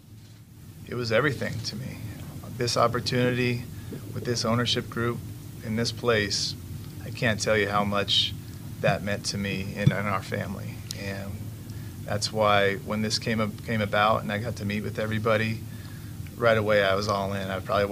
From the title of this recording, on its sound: Intro Presser LIVE From Ashburn